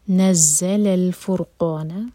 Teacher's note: زا پر buzzing sound اور زا پر شدہ ہے تو اس کو اسٹرانگ پڑھیں گے